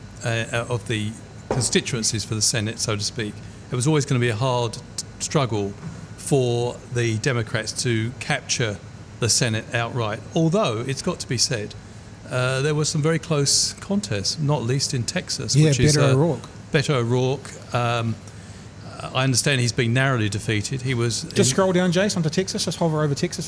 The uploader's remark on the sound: Broadcast live from Ombrellitos